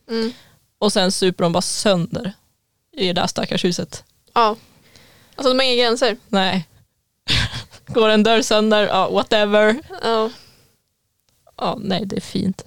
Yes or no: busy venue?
no